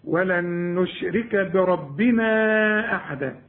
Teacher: ولن نشرك، النون ادغمها في النون وكأنها نون واحدة، ولن نشرك، ولن نشرك بربنا أحدا، مد 4 حركات عند الوصل